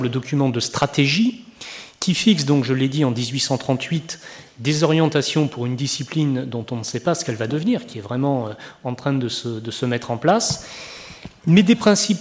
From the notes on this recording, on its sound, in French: Enregistrée le 14 octobre 2013 dans le cadre du colloque « L’archéologie en France et à l’étranger : acteurs et enjeux.